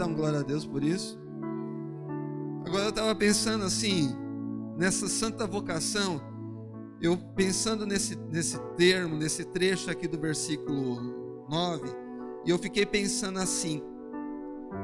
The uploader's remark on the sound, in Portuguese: Áudio do culto de Santa Ceia, realizado na Quadrangular Vila Mara